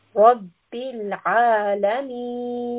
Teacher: We are going to pull for four counts. So here, normally we would say meen for two counts, but because it is a two-count mud, following a sukun, we are going to read for four counts